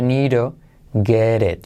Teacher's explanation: I need to get it. Need, la D de need se convierte en R suave